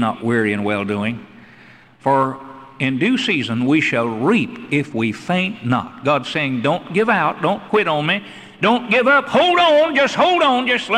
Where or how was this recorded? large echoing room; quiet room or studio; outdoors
large echoing room